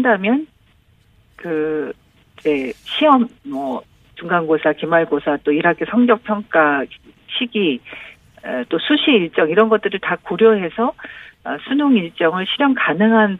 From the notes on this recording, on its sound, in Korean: 전화연결